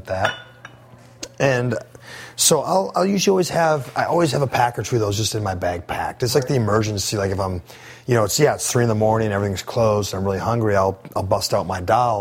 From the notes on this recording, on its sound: This show was taped live at Café of India in Washington, DC.